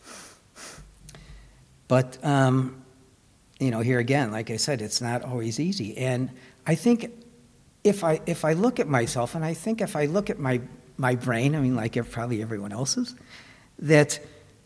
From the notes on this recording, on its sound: Recorded at the Blue Lotus Buddhist Temple. Recorded at the Blue Lotus Buddhist Temple on 2024-02-06.